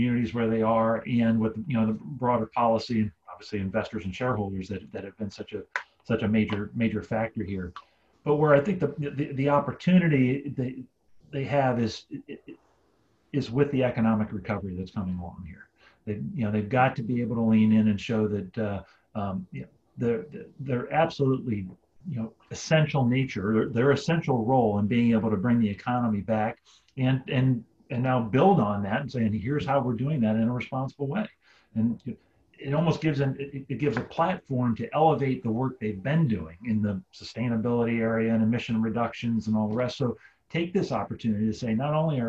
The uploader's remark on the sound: Today’s episode was previously recorded as an invitation-only webinar co-hosted by Adamantine Energy and the Environmental Defense Fund (EDF).